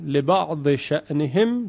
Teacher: ضاد در شین ادغام می شود